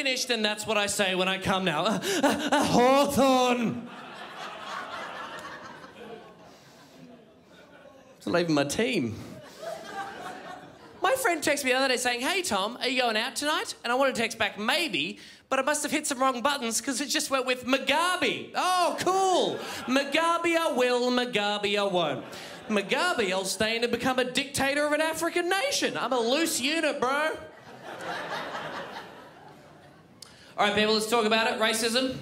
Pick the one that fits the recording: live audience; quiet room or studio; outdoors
live audience